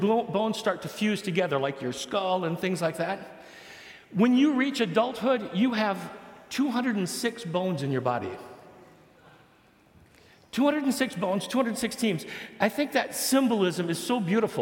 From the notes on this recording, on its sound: A talk from the Mockingbird Conference in Minneapolis MN.